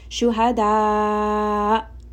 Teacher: You want jahr on that hamza. Jahr meaning that the sound is stopping. So you want to abruptly stop that hamza. And then also apply a little bit of nabr, meaning the voice is going to be raised a little.